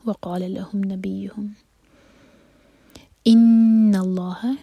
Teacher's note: نون پر غنہ، لام جلالہ ہیوی